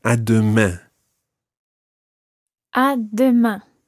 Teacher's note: It's not à demain and then leave it open. You've got to finish it off with a nasal sound.